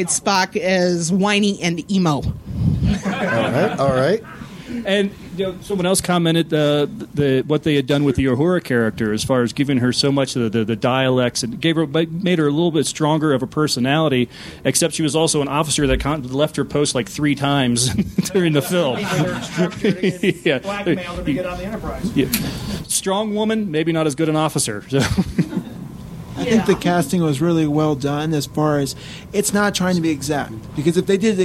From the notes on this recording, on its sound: Panel discussion from Denver Starfest, 2010. A very old podcast recording.